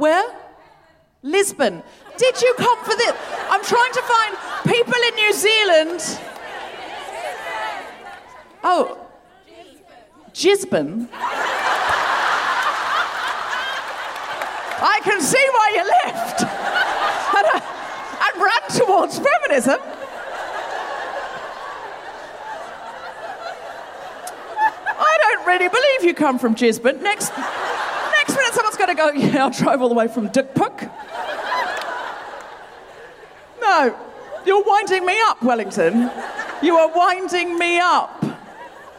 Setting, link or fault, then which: setting, live audience